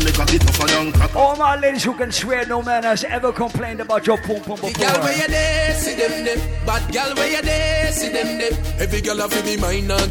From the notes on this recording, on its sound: LIVE AT ISLAND SATURDAYS ON 9/22.